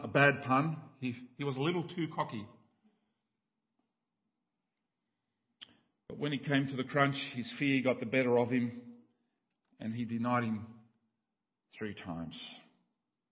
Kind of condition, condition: setting, large echoing room